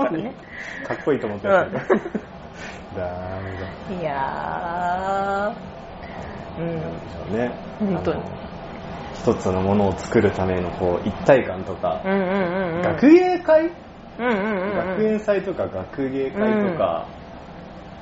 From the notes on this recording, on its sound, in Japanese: それにしても10/16収録分は雑音が酷いです。すみません。